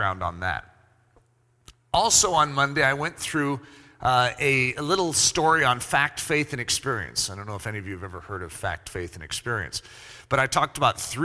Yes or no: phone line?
no